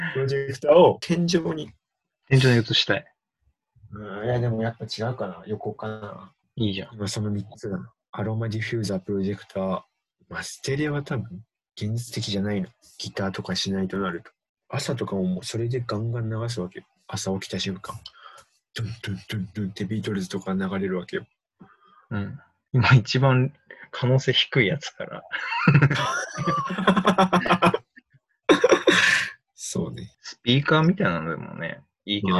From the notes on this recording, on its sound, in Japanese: リモート録音なので音質はそこまでよくありません。